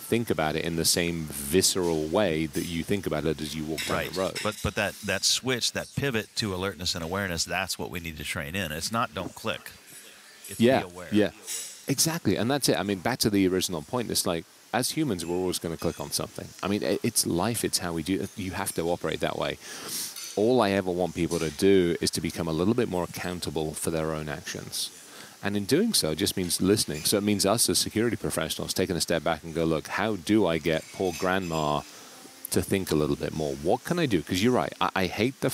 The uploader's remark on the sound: recording from the HIP Global 2023 conference in NYC.